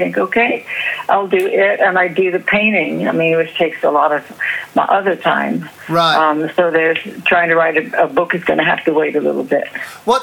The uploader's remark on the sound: A phone conversation (recorded in 2015)